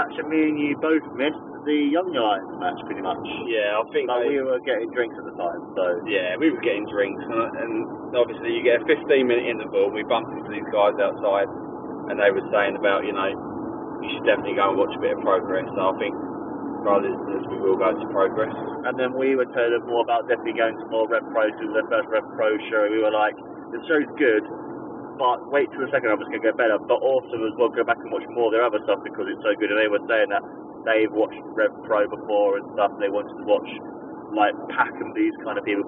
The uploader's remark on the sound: on our drive home